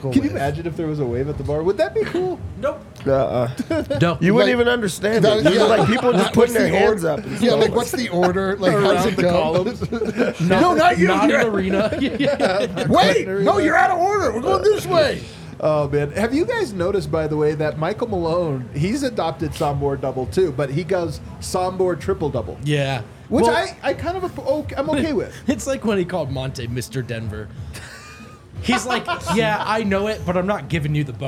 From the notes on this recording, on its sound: LIVE from the DNVR Bar